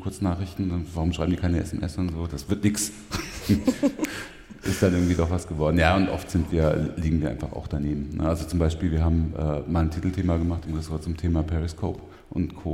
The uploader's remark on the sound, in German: Live vom 36C3.